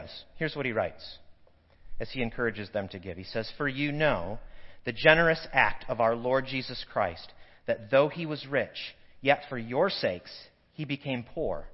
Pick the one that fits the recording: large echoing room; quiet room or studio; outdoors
large echoing room